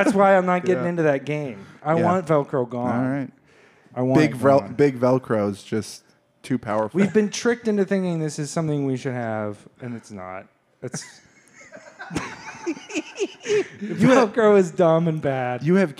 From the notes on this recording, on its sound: The last LIVE episode for a little while.